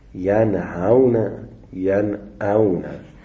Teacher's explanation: باز ها و حمزه هر دو از حروف حلقی است و محضر شما عرض بکنم که کاملا هم مخرجه، یعنی ها و حمزه در تای حلق، بعد ها و عین وسط الحلق، خا و غین بالای حلق. پس ها و حمزه هر دو از اقصى الحلق تلفظ می شود، لذا هم مخرج.